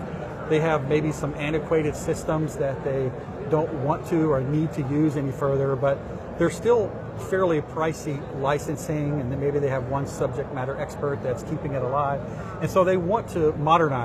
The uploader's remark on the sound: an Interview in Action live from ViVe 2023